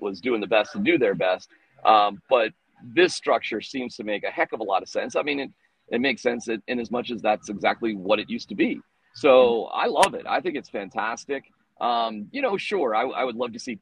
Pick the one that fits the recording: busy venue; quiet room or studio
busy venue